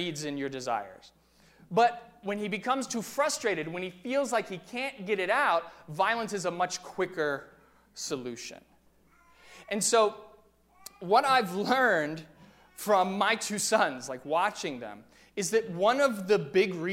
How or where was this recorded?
large echoing room